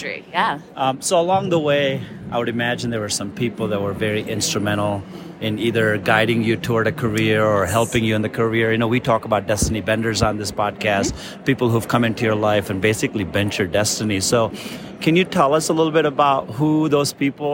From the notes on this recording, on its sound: Live from the NAFSA Annual Conference 2022! Live from the NAFSA Conference Expo Hall floor in Denver, Colorado.